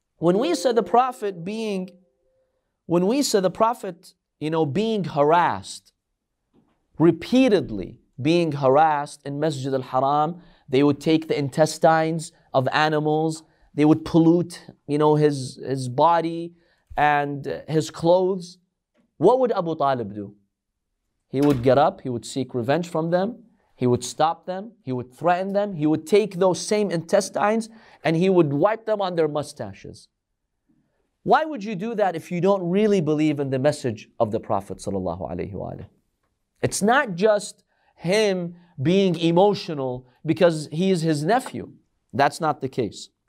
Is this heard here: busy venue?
no